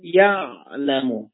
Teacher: حرف عین در حالت ساکن نه به اصطلاح رخوت داره نه شدت داره، بین شدت و رخوت هست. یعنی باید اونجا میشد معارضون، اینجا هم باید میشد یعلمو.